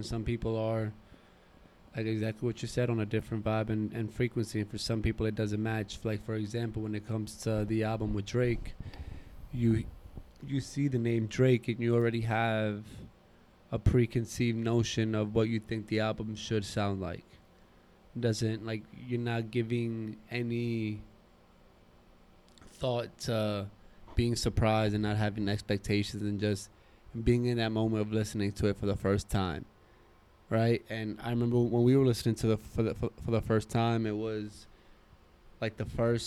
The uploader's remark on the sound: record on their balcony outside